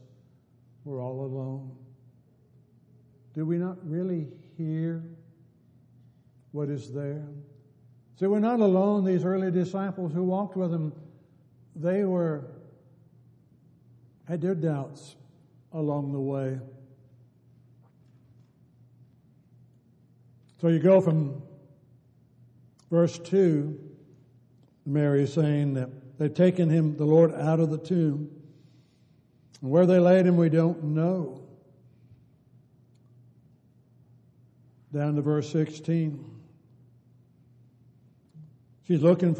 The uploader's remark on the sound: Downtown Church Of Christ Audio Sermon